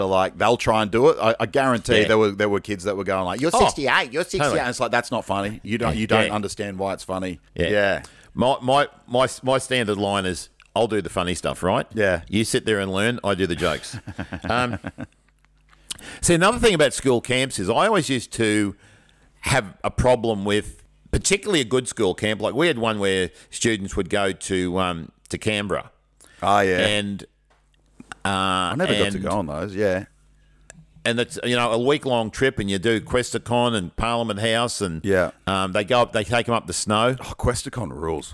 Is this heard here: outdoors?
no